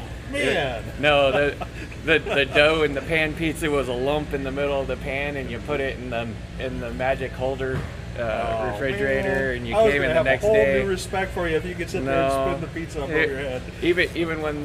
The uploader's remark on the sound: Live from the 2020 RC Chili Bowl